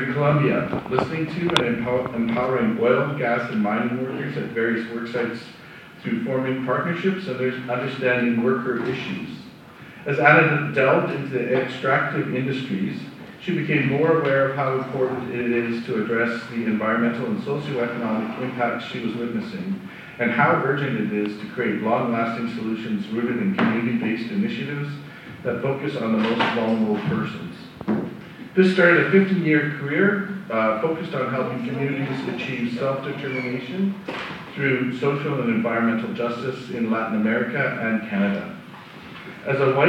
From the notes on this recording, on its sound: Recording from the Parkland Institute's Fall 2022 Conference: Doing Democracy Better: Challenging the Politics of Fear and Resentment. At the University of Alberta. Q&A excerpt.